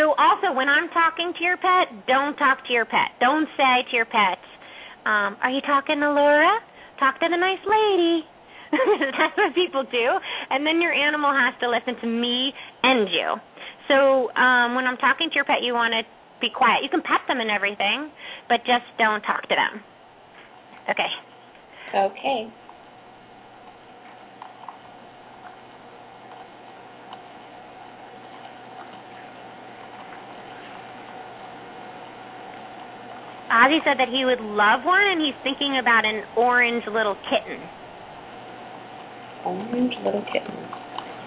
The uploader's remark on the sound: open up the lines for listeners to call